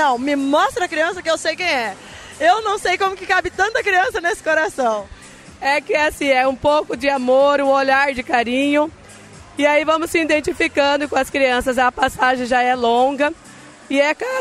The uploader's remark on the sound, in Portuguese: Nesse episódio especial a gravação do podcast foi fora dos portões da escola. O evento Ação Cidadania foi realizado pela FIEMS e TV MORENA com apoio da Prefeitura de Porto Murtinho.